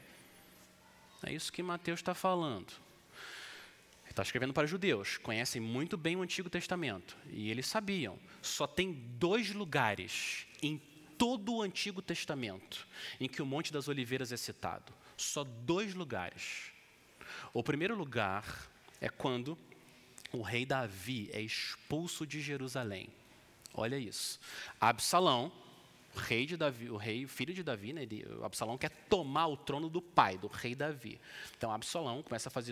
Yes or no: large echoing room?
yes